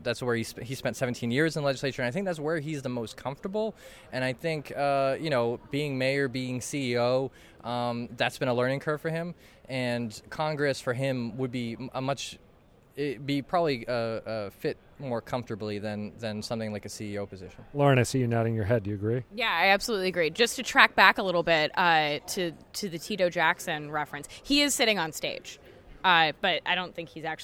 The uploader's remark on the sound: took in this year's breakfast at the Boston Convention & Exhibition Center--then sized up the proceedings as they were winding down